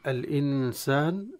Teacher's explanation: النون الساكنة من أحكام النون الساكن والتنوين، تخفى بغنة عند السين، وفيها مد طبيعي ذاتي لا تزيد عن حركتين، وهذا المد في الألف، ولكن الألف غير مرسومة في المصاحف